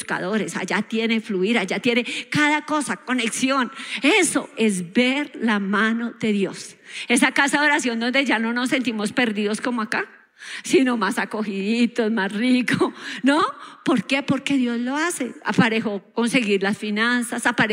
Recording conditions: large echoing room